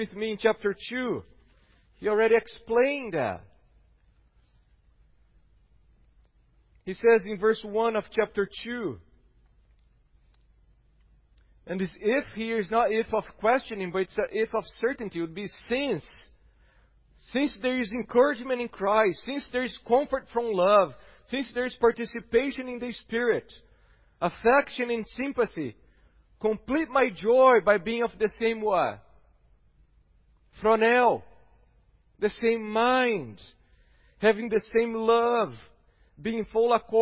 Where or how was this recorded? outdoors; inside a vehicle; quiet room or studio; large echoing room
large echoing room